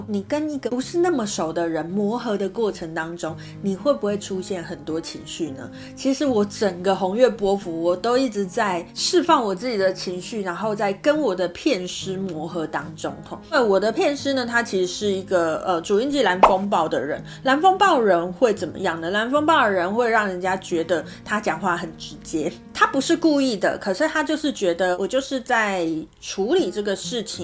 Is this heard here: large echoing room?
no